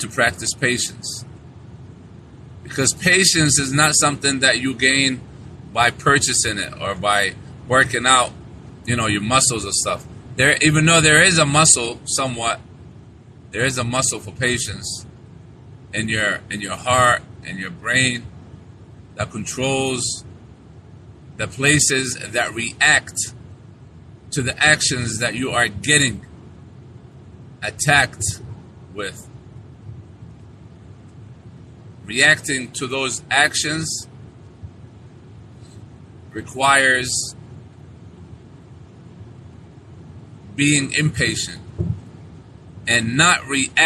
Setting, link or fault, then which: setting, inside a vehicle